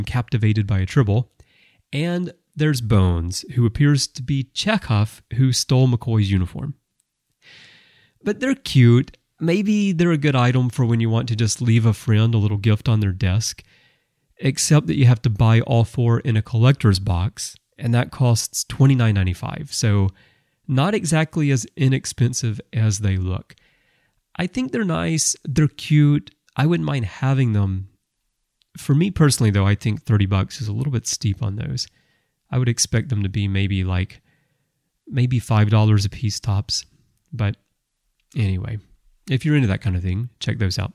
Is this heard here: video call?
no